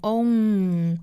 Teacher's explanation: 这个元音呢我们需要注意它就像我们说那个字母 o 的发音，然后再去加一个前鼻音 n， own 和 n 连在一起呢变成 only。 The only way you could meet my crazywas